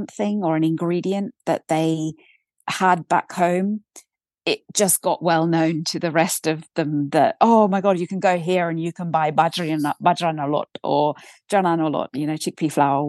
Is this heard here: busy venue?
no